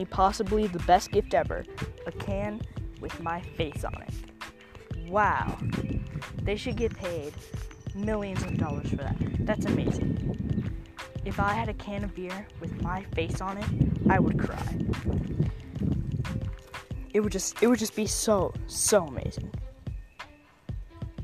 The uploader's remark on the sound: I am so sorry about the wind.